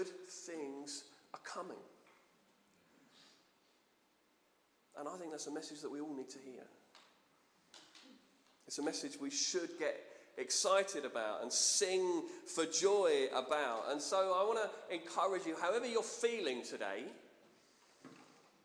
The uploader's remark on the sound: Streamed live at St Paul's Shadwell on Sunday, 3 December 2023